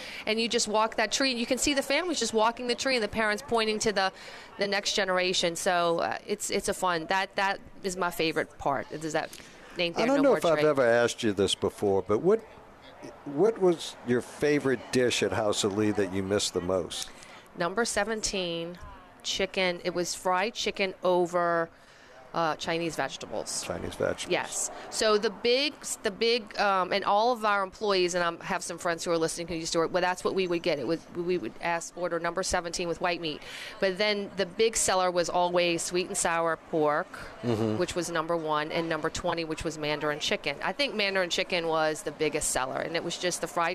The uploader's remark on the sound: Toys for Tots at H2O Salon and Spa in Metairie. Broadcasting LIVE at H2O Salon and Spa where they're hosting Toys for Tots with Marine Corp servicemen.